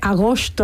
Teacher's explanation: Con una S muy, muy atrasada